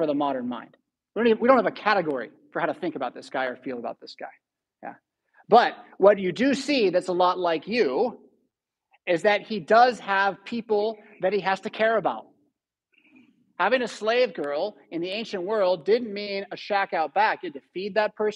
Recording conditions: large echoing room